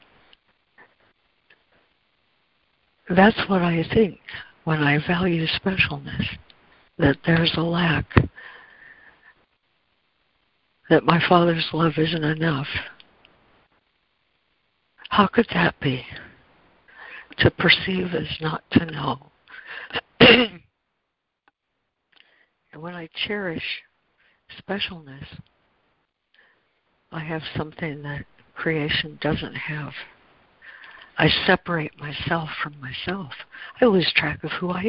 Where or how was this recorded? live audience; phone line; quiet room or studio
phone line